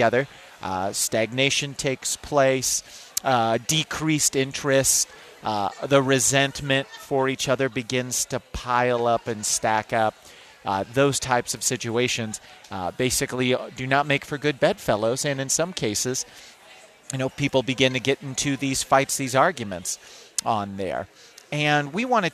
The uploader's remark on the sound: Live From Smokey Row!